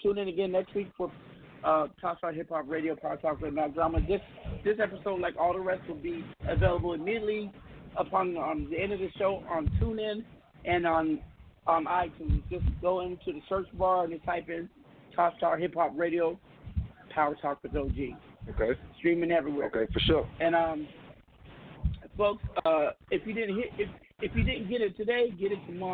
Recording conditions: phone line